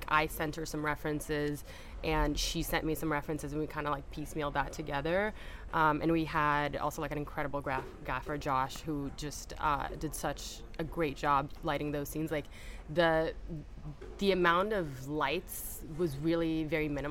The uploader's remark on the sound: We are live, on-location at the TCL Chinese Theatre for the 19th annual Oscar Qualifying HollyShorts Film Festival. HollyShorts LIVE. We are live, on-location at the TCL Chinese Theatre for the 19th annual Oscar Qualifying HollyShorts Film Festival.